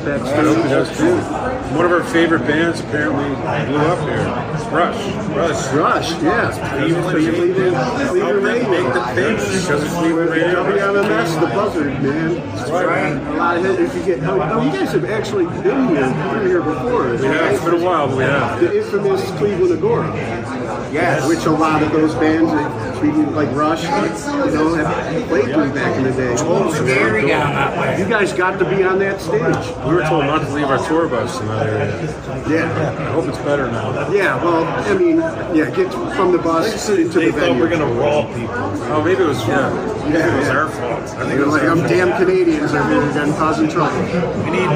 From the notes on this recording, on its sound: On this live version of Today's Boondoggle. Ventured out to the Cleveland Fan Expo.